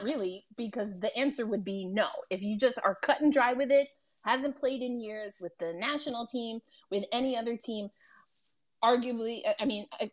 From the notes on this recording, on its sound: originally recorded on Twitter Spaces